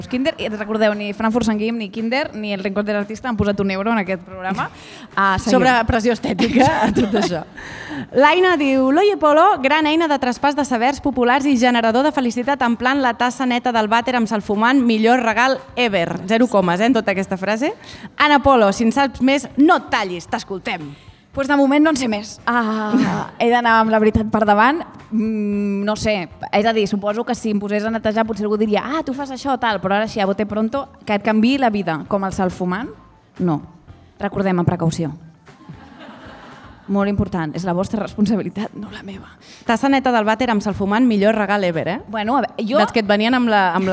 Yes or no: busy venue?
yes